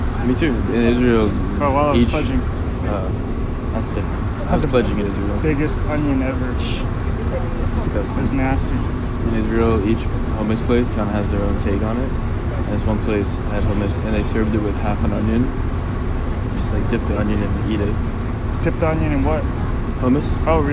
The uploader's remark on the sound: The podcast is recorded raw and unedited, there may or may not be LOUD noises that pop out all the sudden in your eardrums.